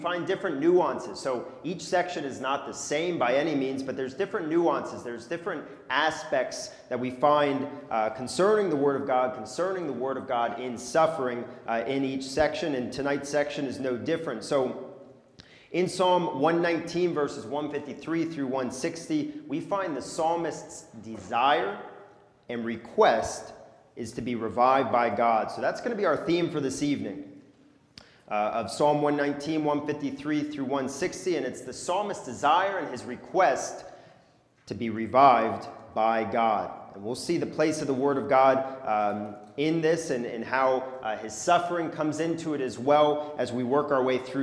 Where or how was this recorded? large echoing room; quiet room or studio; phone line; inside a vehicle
large echoing room